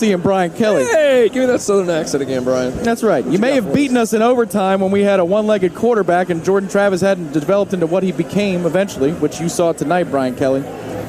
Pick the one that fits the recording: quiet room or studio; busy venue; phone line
busy venue